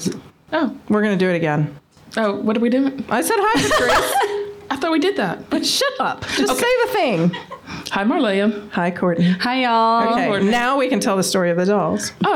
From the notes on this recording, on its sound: It’s the annual Halloween live show at Romarin et Corbeaux in Oxford, AL!